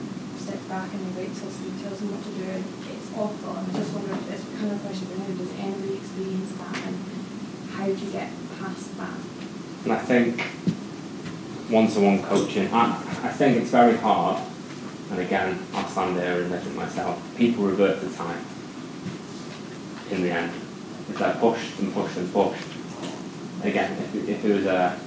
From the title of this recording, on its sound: Audio of my talk from the Agile Wales Conference